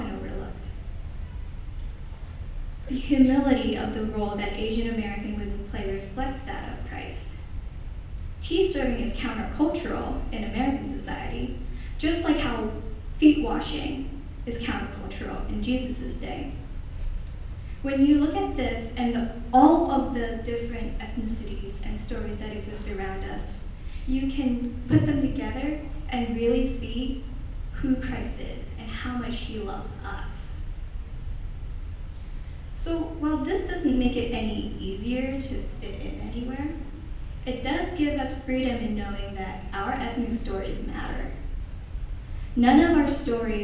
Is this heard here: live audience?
yes